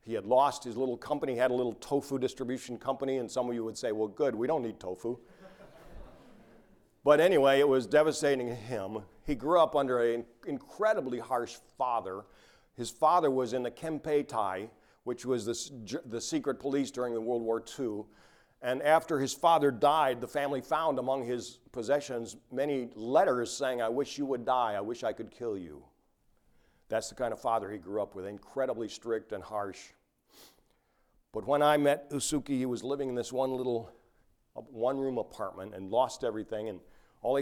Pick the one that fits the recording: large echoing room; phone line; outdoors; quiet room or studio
large echoing room